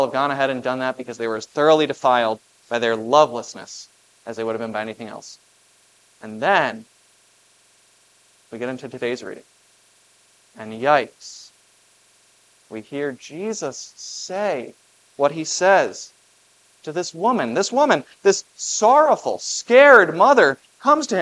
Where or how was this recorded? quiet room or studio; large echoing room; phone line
large echoing room